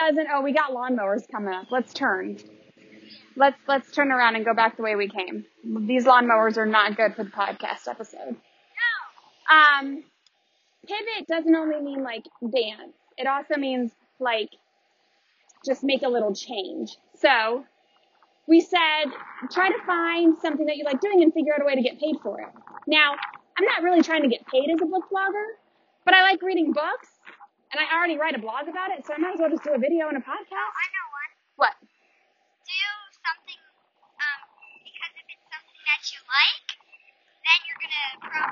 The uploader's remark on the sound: What's next on this windy day. I recorded this episode while I was taking my son on a walk and my daughter tagged along. Warning: You will hear wind.